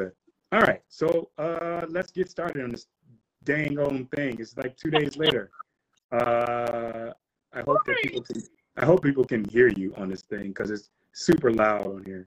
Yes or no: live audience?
no